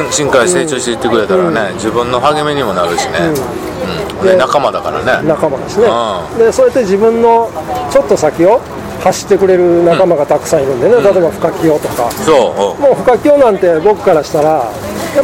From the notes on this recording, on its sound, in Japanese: 今回は岡山駅前のイオンのスタバにて